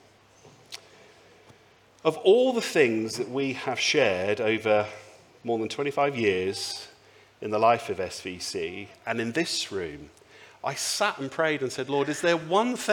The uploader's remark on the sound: speaks at the Sunday Service